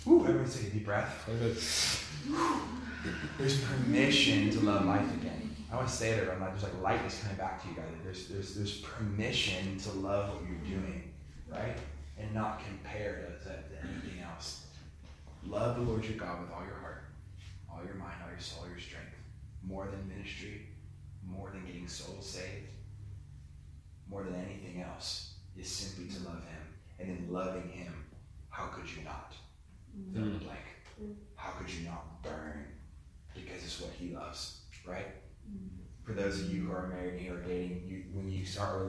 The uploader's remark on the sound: Fire & Light Conference 2018 Saturday 23rd June 2018 Destiny Church Melbourne